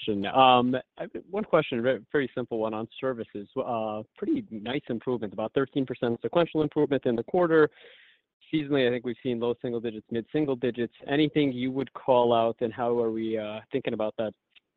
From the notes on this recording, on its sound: Q3 2023 Earnings Conference Call & Webcast of Arista Networks, Inc.